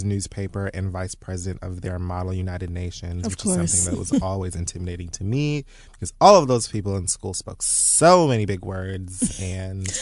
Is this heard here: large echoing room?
no